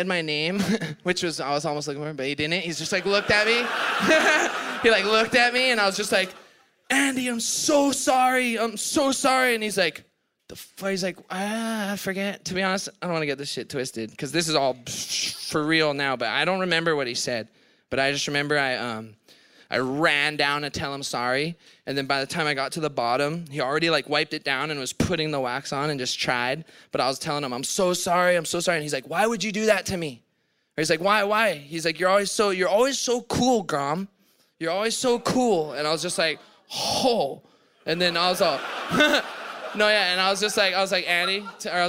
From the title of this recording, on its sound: Retirement Party LIVE from Torquay